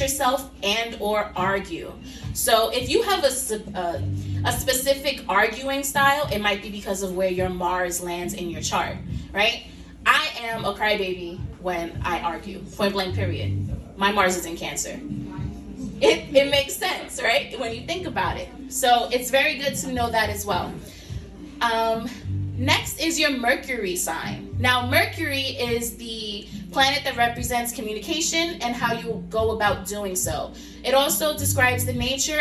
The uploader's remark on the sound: a sneak peak into my first in person live event on this past Sunday, May 2nd!